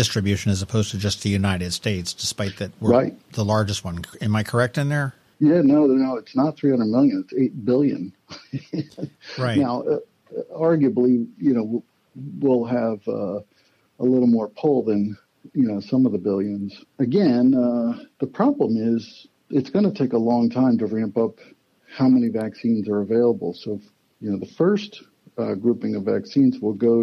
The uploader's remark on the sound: I hopped on the phone with Dr.